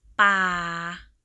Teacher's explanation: This is low tone.